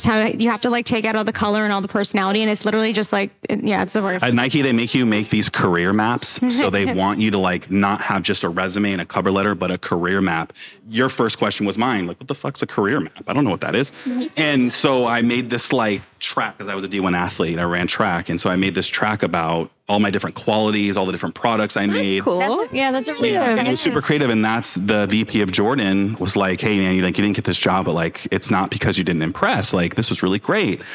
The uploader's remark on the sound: This is a live recording from an event UNSTUCKKD and The Aster Hotel did for the Aster’s private members club in LA.